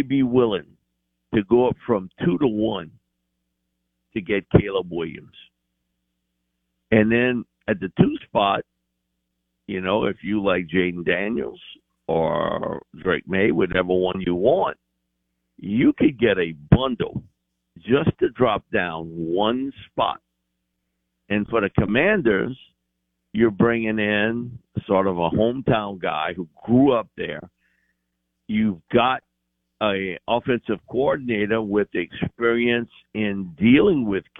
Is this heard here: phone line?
yes